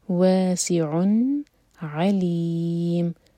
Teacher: make sure کہ عین حلق سے نکلے